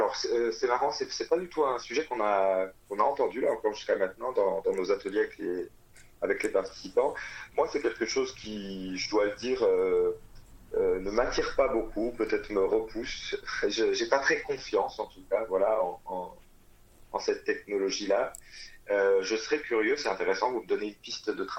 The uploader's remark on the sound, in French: Interview téléphonique